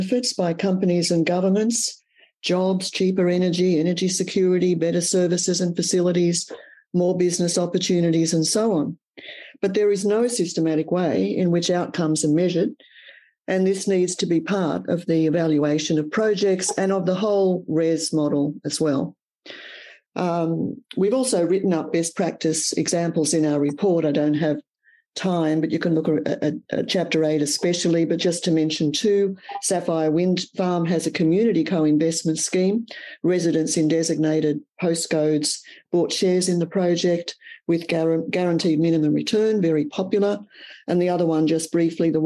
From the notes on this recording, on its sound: This event was held via Zoom on Wednesday 15 June, 2022.